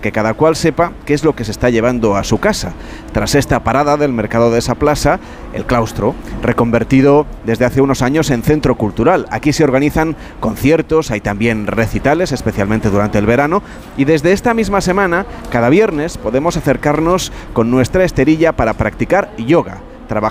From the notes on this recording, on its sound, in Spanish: emitimos en directo desde el hotel Villa Le Blanc Gran Meliá de Menorca